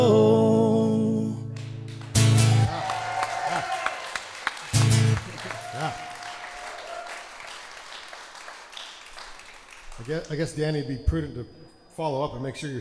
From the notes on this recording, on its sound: If you listen closely, you can often hear myself chuckling over the witty versus. Recorded LIVE at The Monarch during Ogden's First Friday Art Stroll.